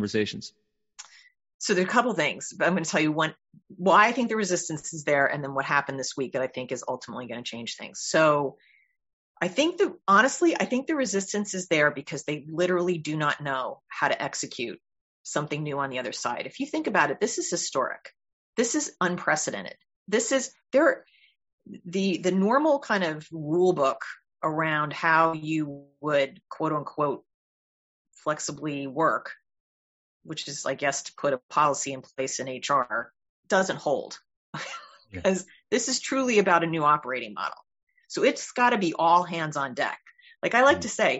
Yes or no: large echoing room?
no